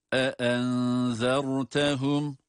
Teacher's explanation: Arka arkaya gelen iki tane hemze var. Her ikisinin sesini de ayrı ayrı veriyoruz.